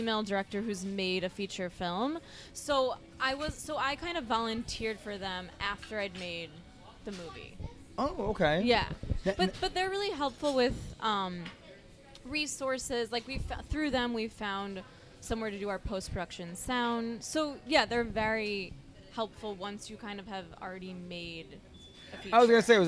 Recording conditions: busy venue